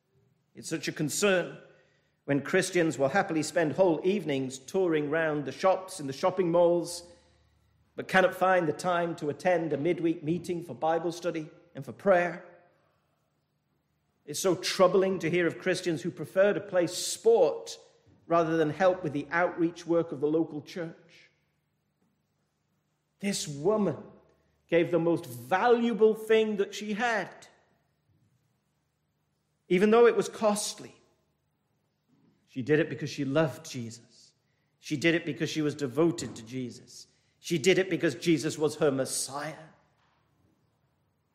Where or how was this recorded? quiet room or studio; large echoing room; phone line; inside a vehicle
large echoing room